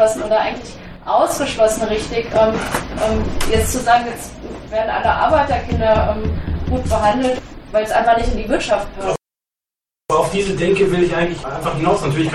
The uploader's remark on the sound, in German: VORTRAG UND DISKUSSION. BEI DEN FALKEN-NÜRNBERG.